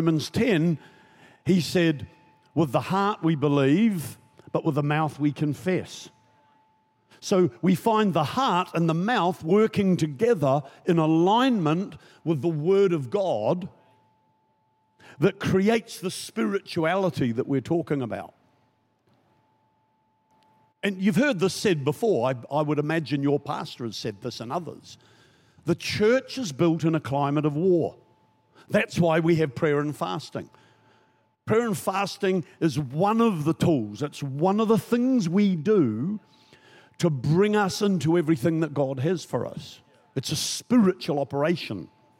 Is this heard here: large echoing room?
yes